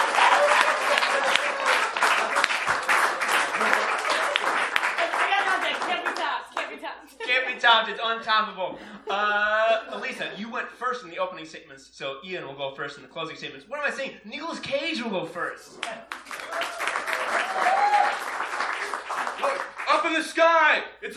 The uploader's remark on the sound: The Skewer at Lit Crawl 2018. The best of Chicago's live lit scene.